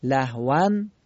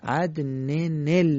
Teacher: یعنی تنوین که نون ساکن بود میشه نون مکسور · Shown in: second take